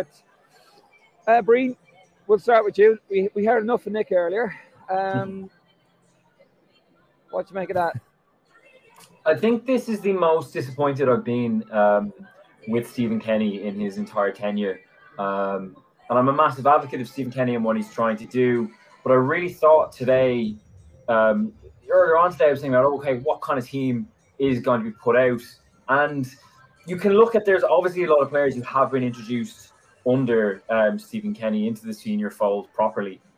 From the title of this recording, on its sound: LIVE reaction from Lansdowne Road!